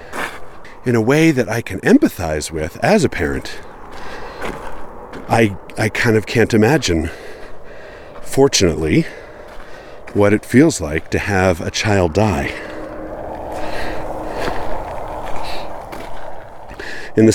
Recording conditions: outdoors